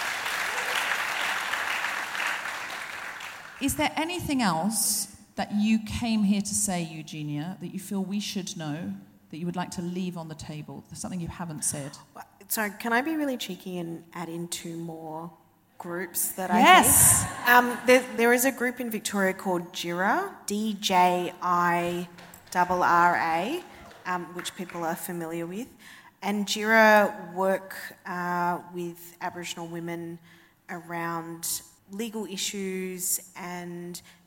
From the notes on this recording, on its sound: Recorded 15 February 2020 at the Thornbury Theatre in Melbourne.